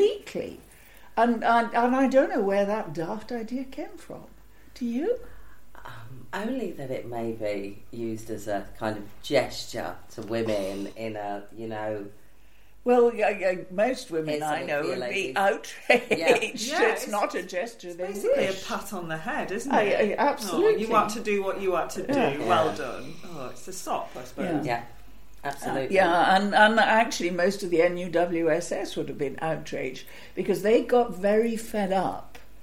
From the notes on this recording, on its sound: we recorded this in a room at Newnham that turned out to be a tad echoey